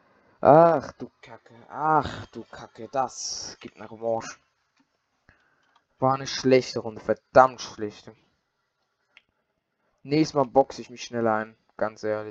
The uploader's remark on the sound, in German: die Audio Qualität ist wieder mal scheisse